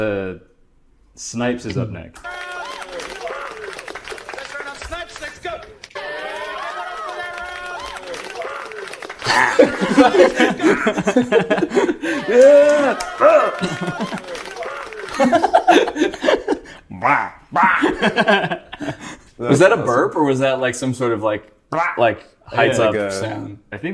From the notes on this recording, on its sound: Recording from vidcon